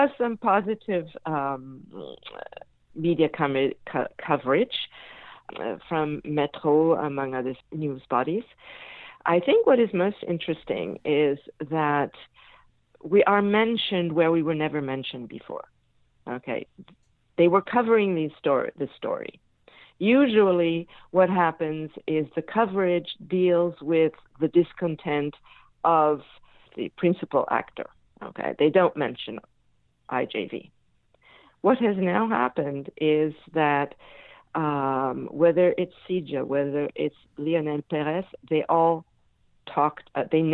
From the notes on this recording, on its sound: I had with me on the phone